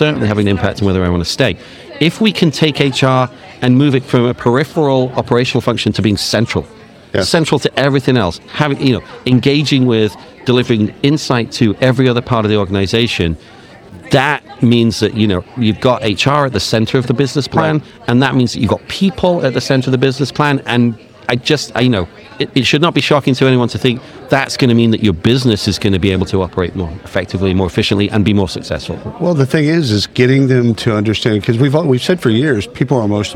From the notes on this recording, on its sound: travels to the isolved Connect User Conference in Palm Springs